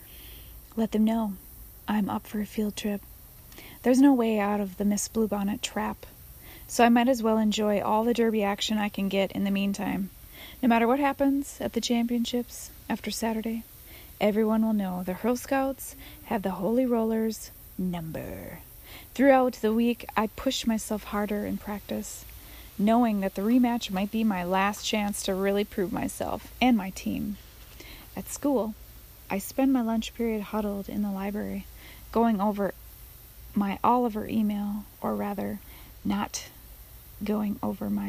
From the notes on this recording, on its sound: I’m on my patio and you will here lots of ambient noises.